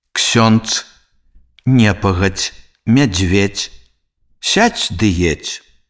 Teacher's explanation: Звонкая афрыката «дз», «дзе» на канцы слова аглушаецца і вымаўляецца як «ц», «ч».